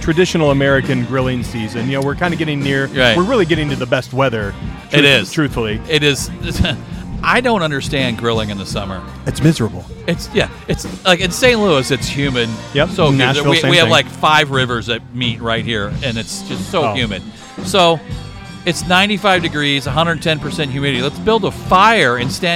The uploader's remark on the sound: Live From The Primo BBQ Bash. I had the chance to sit down in person at the Primo BBQ Bash event.